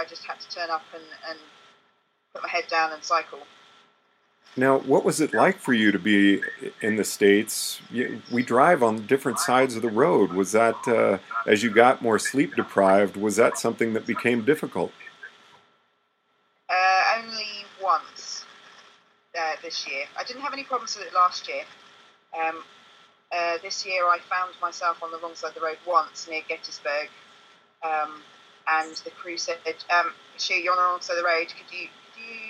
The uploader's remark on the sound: The sound quality is the best we could get as we were experiencing technical difficulties during the call to London.